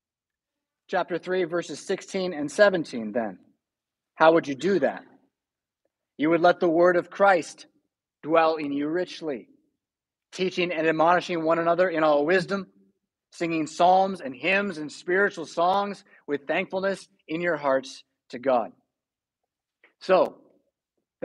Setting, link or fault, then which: setting, large echoing room